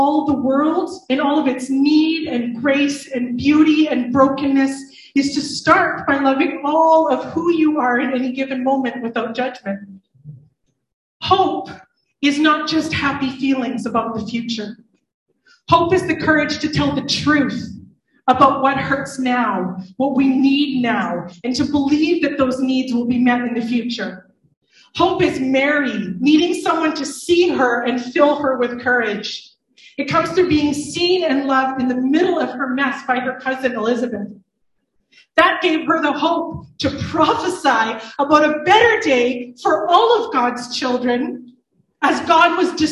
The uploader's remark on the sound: IN this live service